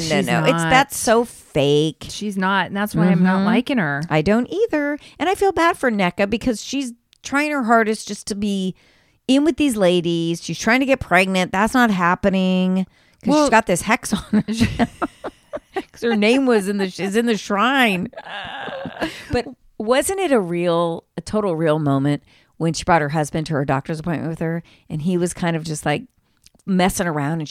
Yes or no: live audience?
no